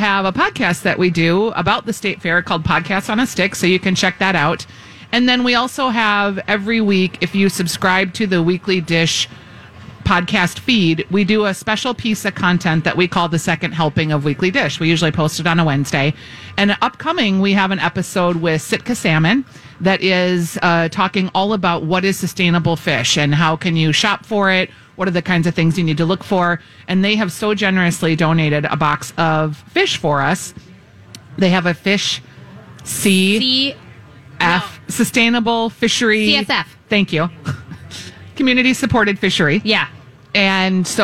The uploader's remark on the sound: Live at the MN State Fair. State Fair Saturday.